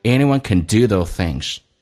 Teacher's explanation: those 轻轻的点一下，所以双元音没有那么饱满，要近似于发单元音的形式